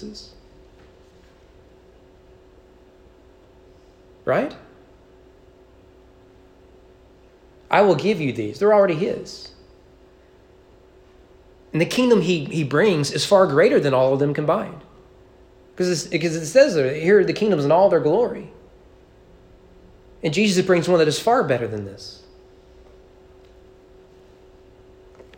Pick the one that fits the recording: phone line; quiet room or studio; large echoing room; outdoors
large echoing room